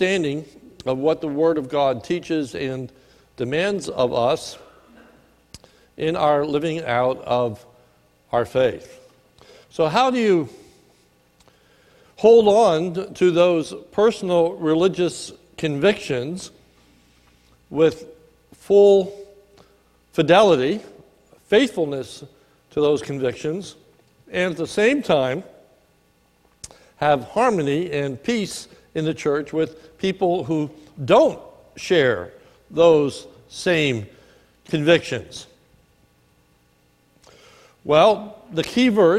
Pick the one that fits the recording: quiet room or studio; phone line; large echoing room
large echoing room